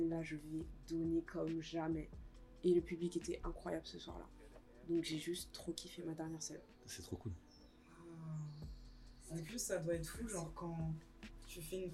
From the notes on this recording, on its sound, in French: Excusez nous d'avance pour les bruits parasites présents dans cet épisode... On a vraiment enregistré au feeling et sans réfléchir !